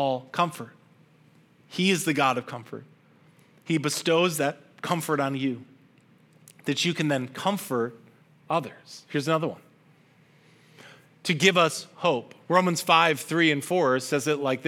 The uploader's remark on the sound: This message was originally preached at Highpoint Church on Sunday, September 3, 2023